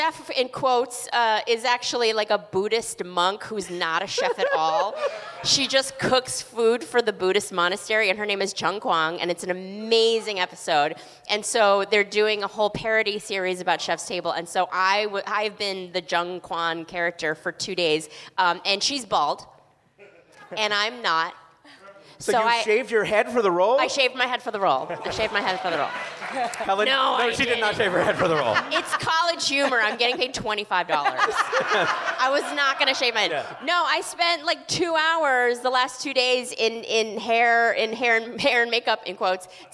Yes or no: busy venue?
yes